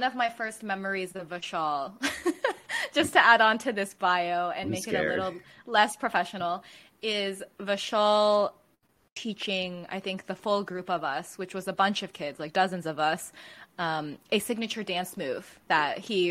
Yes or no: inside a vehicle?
no